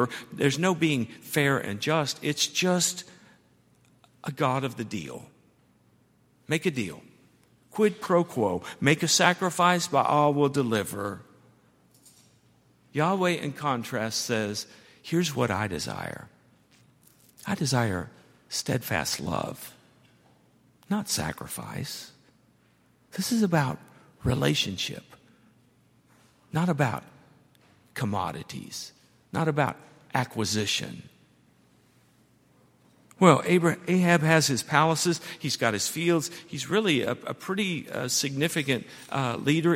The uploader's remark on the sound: at Highland Baptist Church